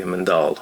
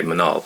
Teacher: For example, like in Sorani, for child, you would say Mandal, or in Suli, they say Manal, drop the D. · Shown in: second take